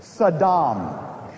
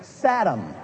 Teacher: Accent on the second syllable. · Shown in: first take